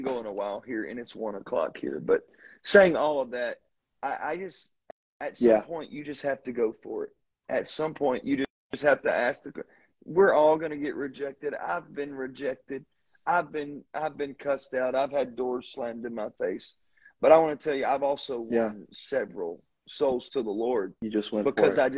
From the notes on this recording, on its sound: This is podcast is the second half of an interview from instagram live.